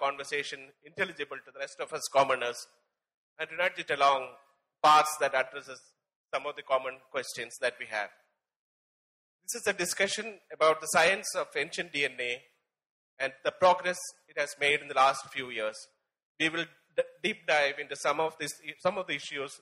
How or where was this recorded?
live audience